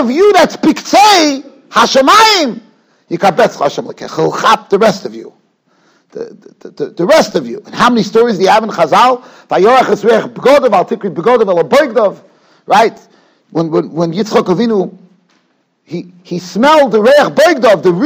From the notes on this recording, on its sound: Shiur recorded in Yeshivas Ohr Reuven, Monsey, NY.